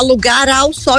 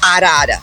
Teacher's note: Porque aí o R vai estar entre duas vogais. E ele, entre duas vogais, ele tem o som rarará, assim como arara